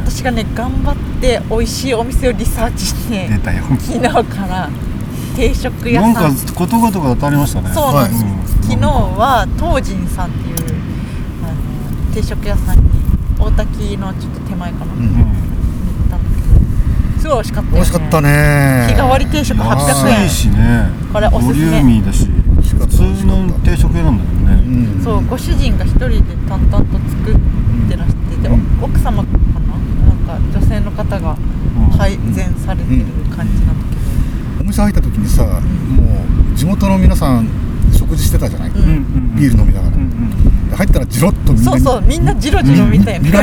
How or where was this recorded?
outdoors